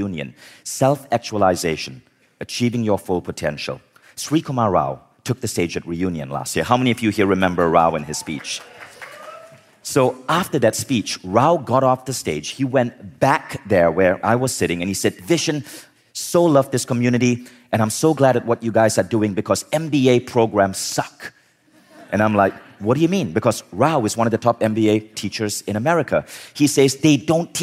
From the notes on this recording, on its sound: In this talk from Mindvalley Live Los Angeles